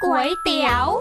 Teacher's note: คำว่าก๋วยจะต้องออกเสียงจัตวาไม่ใช่เสียงตรี